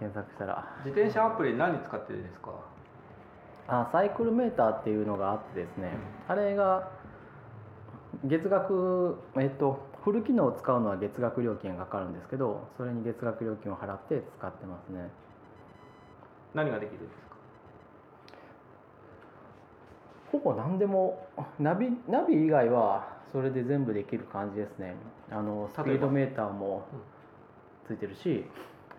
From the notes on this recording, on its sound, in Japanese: レコーダーの問題で謎のノイズが乗ってしまったので、ひどい部分半分ぐらいカットになってしまいました + 音質が少し悪くなっています